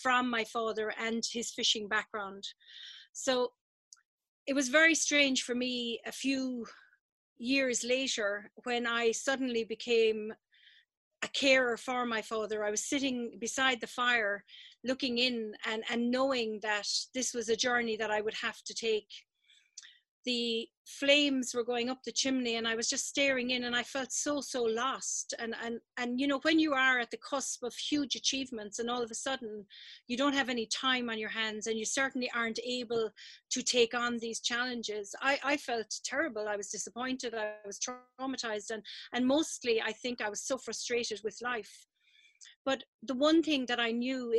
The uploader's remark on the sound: Live from Zoom. Shared at our most recent live online storytelling event.